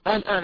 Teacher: الآن عندنا ألف قبلها همزة وبعدها سكون، يعني عندنا اجتمع في الكلمة مدان